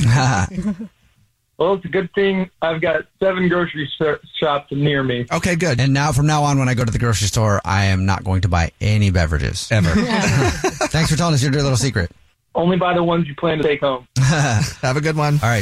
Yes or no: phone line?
yes